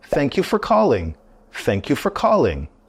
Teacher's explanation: Oftentimes, we don't complete the pronunciation of the word for. Thank you, f.